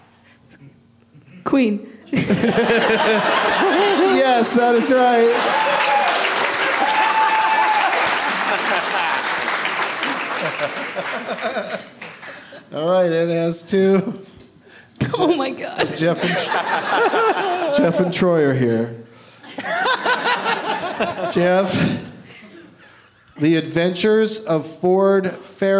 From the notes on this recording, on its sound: Live from Comedy Off Broadway in Lexington, KY